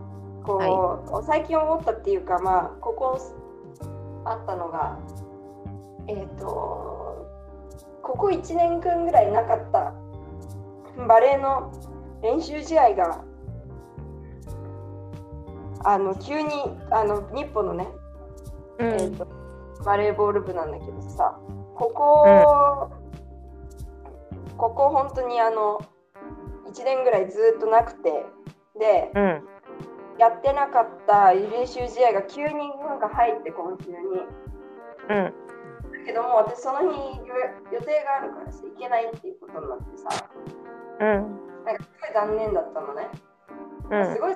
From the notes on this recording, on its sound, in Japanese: おでんを作りながら収録しました。